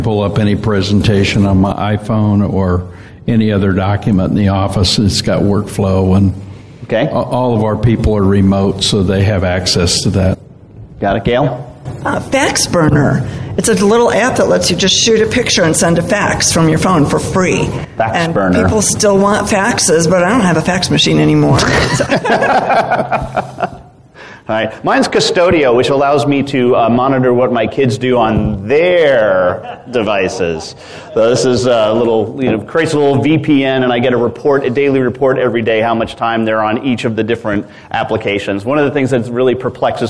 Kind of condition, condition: setting, busy venue